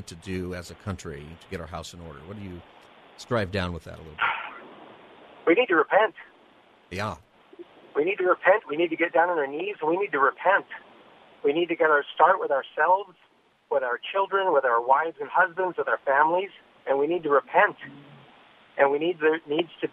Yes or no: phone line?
yes